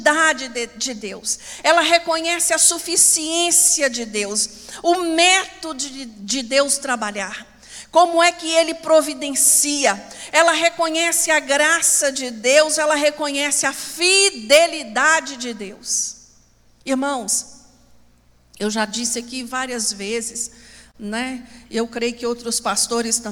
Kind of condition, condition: setting, large echoing room